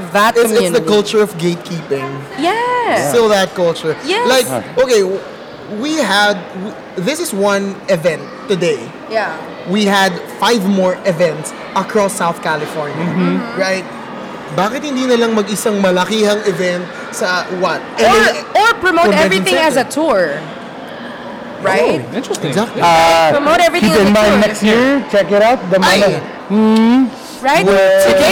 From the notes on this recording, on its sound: We have reached the last of our episodes recorded from FAHM Mania 2023 and we saved the best for last.